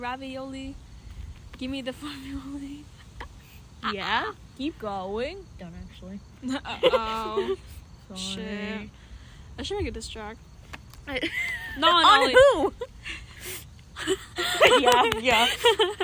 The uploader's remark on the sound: are literally outside